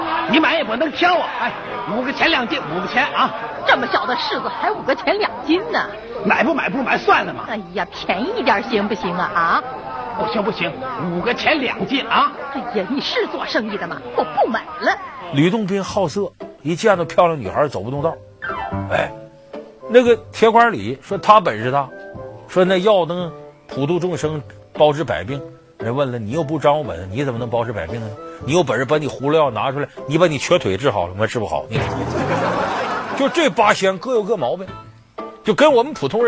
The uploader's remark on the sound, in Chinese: 還有聽故事的觀眾